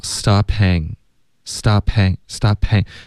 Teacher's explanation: stop 的这个 p 跟 hang 的这个 h 的音连发的时候呢你听不到一个 hang,你就只能听到 stop hang, stop hang, stop hang,这个 p 的音会连读到 h, stop hanging,然后这个的音呢就几乎听不见了